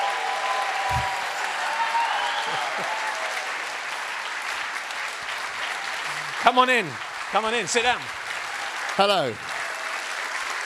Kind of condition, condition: setting, busy venue